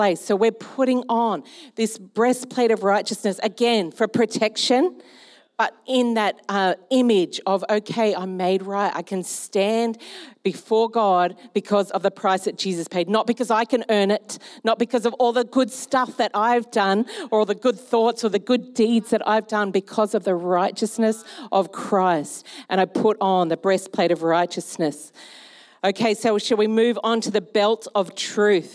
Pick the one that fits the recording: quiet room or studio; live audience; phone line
live audience